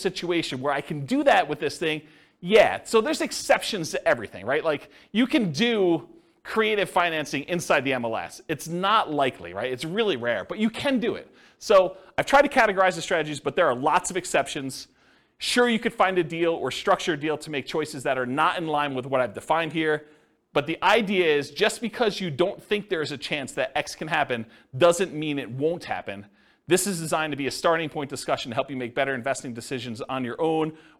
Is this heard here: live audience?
yes